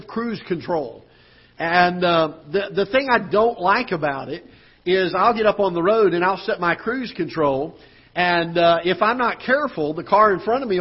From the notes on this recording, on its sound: Ketha Heights Baptist Church ~ Live Broadcast.